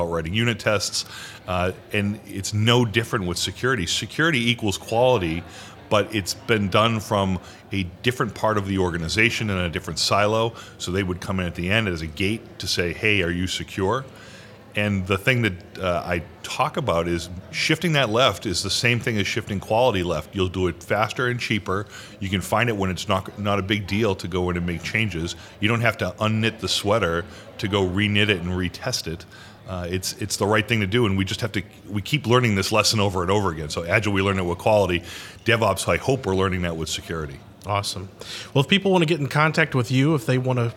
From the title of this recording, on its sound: Live From Agile Midwest